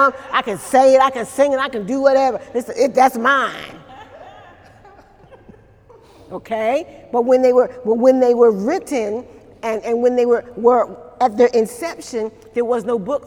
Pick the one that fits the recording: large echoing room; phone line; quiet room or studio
large echoing room